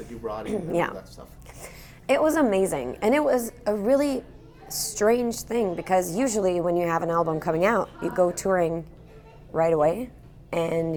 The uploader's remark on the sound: In this special episode live from Austin TX during SXSW.